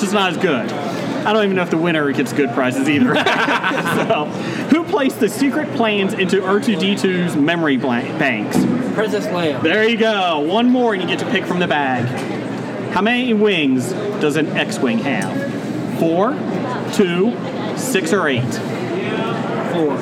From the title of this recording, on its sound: Recorded at Cincinnati Comic Expo